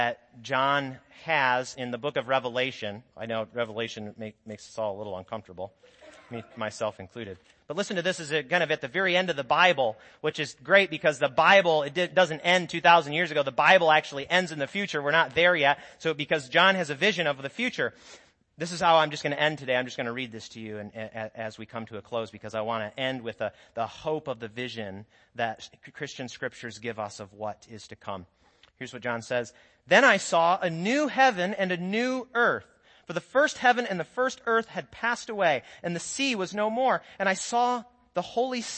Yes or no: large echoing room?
yes